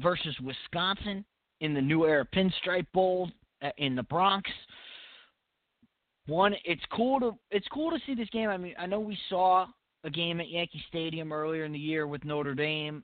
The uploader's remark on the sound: your phone calls